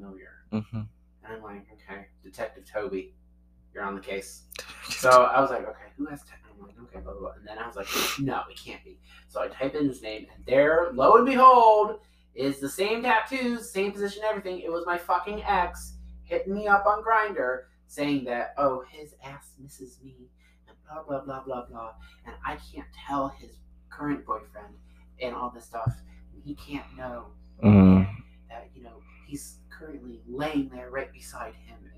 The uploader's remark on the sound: Unfortunately, there are some audio difficulties as we tried something new.